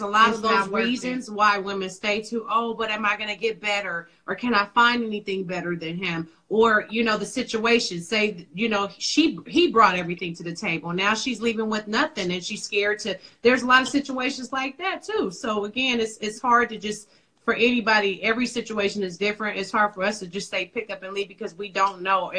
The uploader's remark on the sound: the hosts have a discussion on Instagram Live